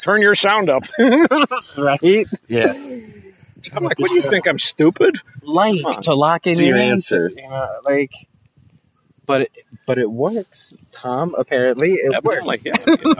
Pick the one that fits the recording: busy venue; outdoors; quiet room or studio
outdoors